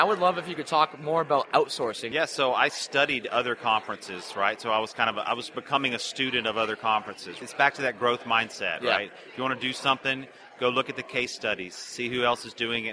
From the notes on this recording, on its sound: In today’s episode, I get a chance to interview him LIVE at FinCon to share his financial journey. At this LIVE FinCon 2018 interview, there were OVER 2,000 people at the event!